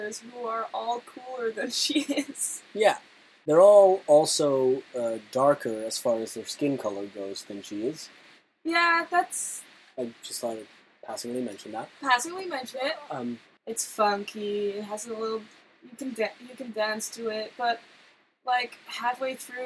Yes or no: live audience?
no